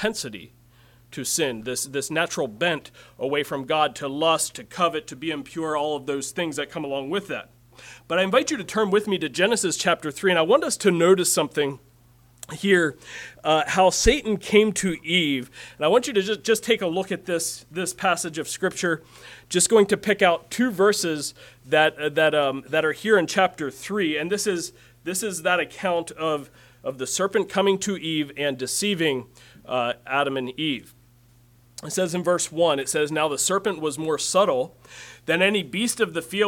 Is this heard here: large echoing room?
yes